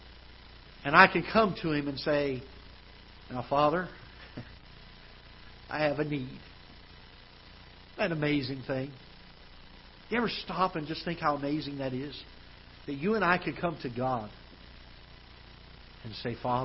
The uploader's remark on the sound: Ketha Heights Baptist Church ~ Live Broadcast